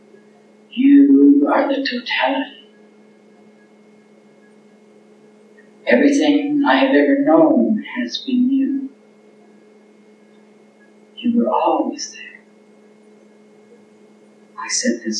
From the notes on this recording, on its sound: The godawful audio track on this VHS recording. There are still a few room noises and phantoms, but it's not 80% or more VHS tape drag noise any more. There's some ghosting/modulation in sections but it is what it is.